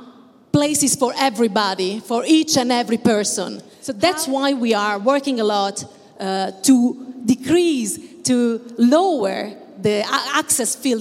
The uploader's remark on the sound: Today’s episode was recorded during the last Milano Design Week in a panel discussion